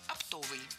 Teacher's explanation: Ударение в этом слове падает на второй слог, на суффикс «ов»